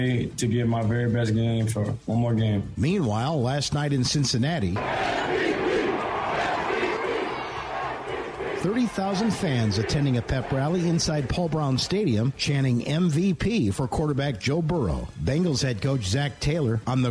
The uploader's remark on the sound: joined on the phone by best-selling author